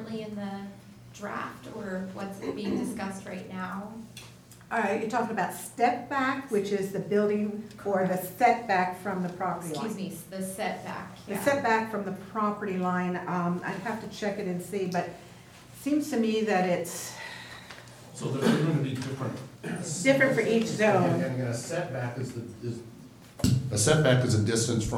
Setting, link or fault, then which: setting, large echoing room